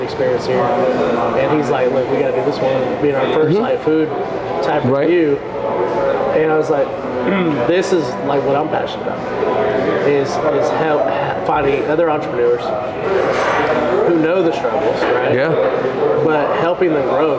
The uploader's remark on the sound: LIVE” At Beaubeaux Bourbon & Biscuits